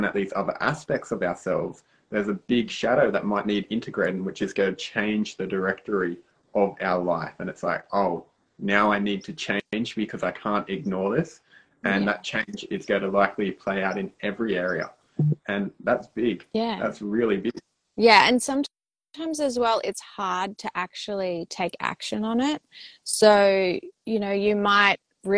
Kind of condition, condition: link, video call